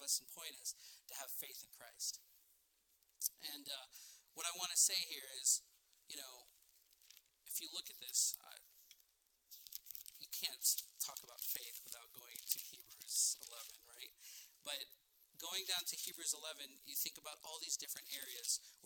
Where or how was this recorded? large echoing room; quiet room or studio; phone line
large echoing room